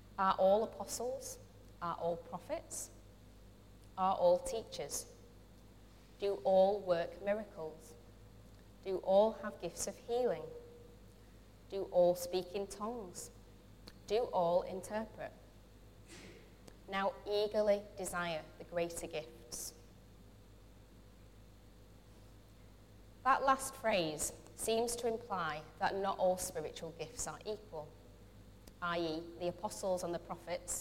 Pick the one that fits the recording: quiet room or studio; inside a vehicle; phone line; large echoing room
large echoing room